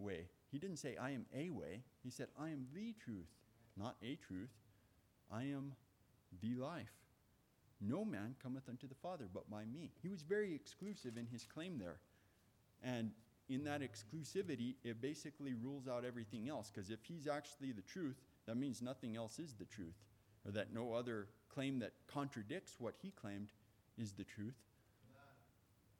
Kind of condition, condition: setting, large echoing room